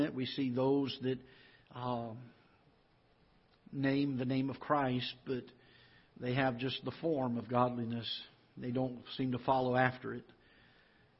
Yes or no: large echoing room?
yes